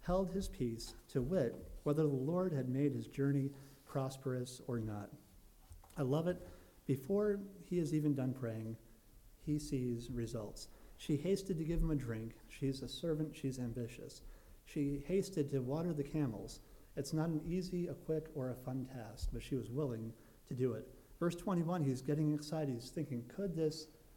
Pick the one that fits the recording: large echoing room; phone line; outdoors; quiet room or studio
large echoing room